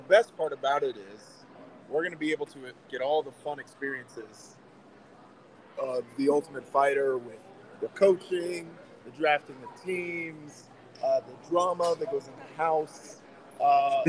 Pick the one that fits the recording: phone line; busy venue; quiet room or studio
busy venue